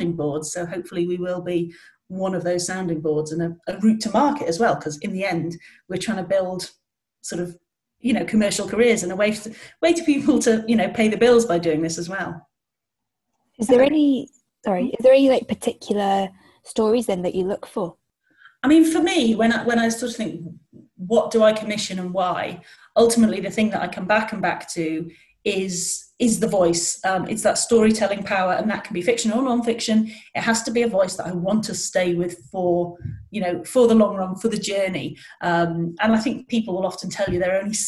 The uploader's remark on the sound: Northern Natter is recorded via Zoom from Scotland and Northern England.